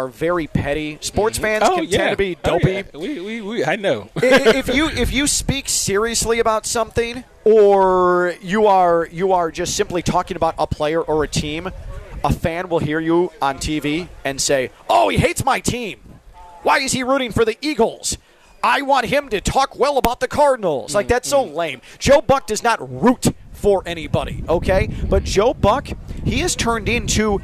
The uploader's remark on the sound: Live from the Honda Classic